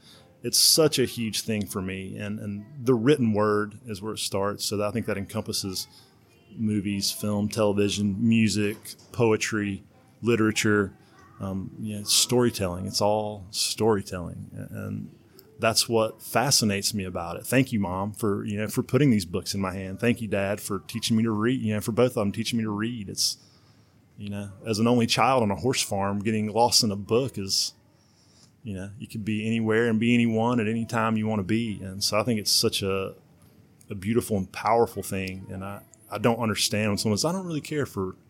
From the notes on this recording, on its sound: we filmed in a public location so there will be minimal background noise